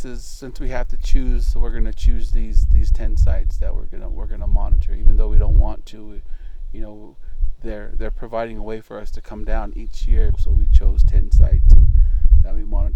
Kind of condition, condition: setting, outdoors